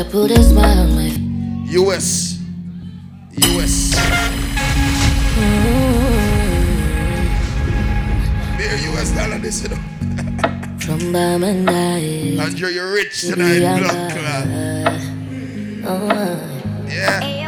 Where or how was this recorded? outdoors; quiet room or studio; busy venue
busy venue